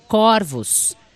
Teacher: diferentemente do singular, no plural, a palavra corvos é pronunciada com o O aberto.